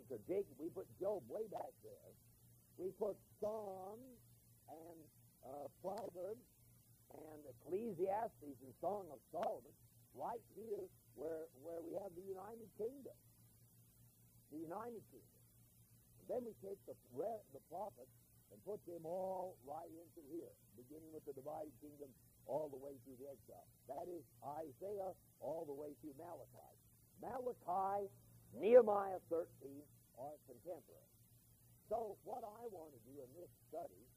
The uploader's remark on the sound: Once again the sound quality for the first six minutes is poor but following that six minute mark the audio for the remainder of the hour long message is excellent. The conclusion did not get recorded.